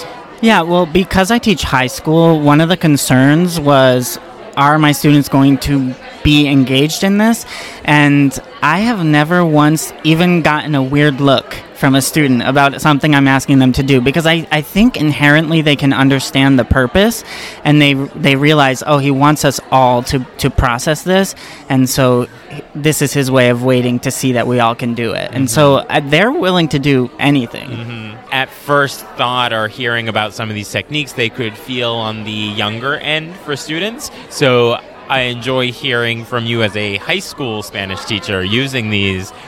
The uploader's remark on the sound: We recorded this episode live in the Exhibits Hall at the MaFLA conference in October. We had lots of spectators stop by to see how it all works and what it looks like to record an episode. I kept the background sound of the exhibit hall excitement in so that you can feel the energy that we did.